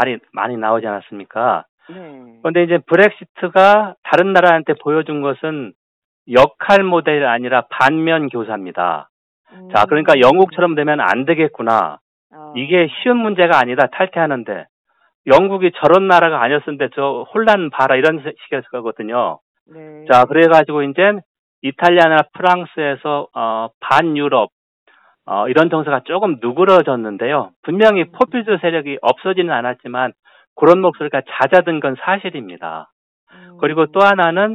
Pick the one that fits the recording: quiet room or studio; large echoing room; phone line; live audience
phone line